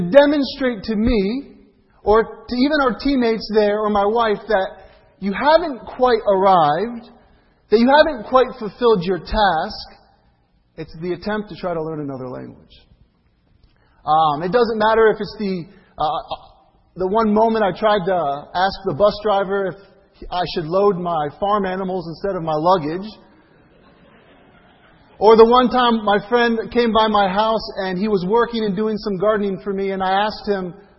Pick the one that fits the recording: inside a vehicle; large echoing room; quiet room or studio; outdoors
large echoing room